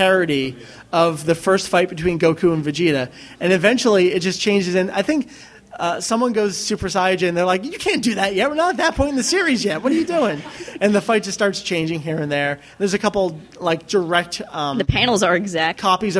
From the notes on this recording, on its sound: Record live from MangaNEXT 2007. During our panel ("DragonBall Manga: A History").